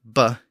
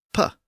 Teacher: Now, there are unvoiced versions of those sounds. The unvoiced version of B, b, is P, p.